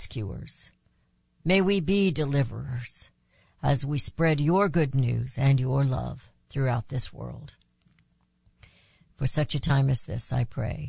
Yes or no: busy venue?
no